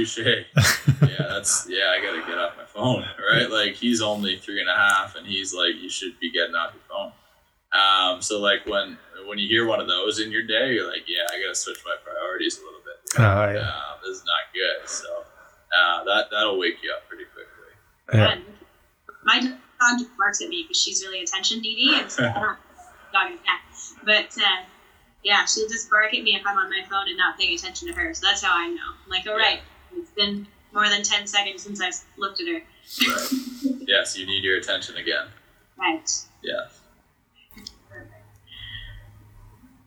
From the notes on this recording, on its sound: This Stay Home conversation was a little bit on the rough side as we faced some technical difficulties with recording to Zoom but I tried to clean up the audio as best as I could